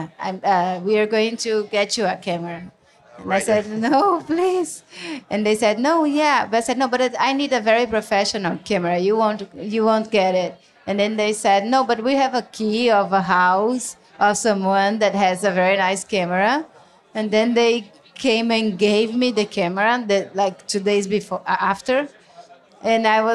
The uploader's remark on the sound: The True/False festival (based in the college town of Columbia, Missouri) has grown into one of the most outstanding annual showcases for documentary film. “Toasted,” the True/False festival’s very late-night wrap-up event, in front of a lively audience.